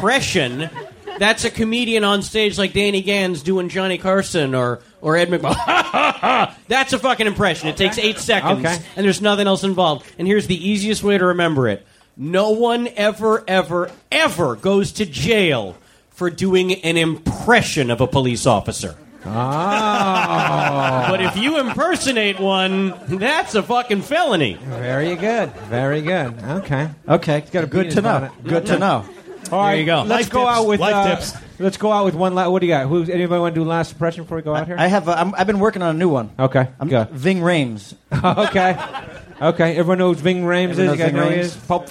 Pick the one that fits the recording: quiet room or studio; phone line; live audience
live audience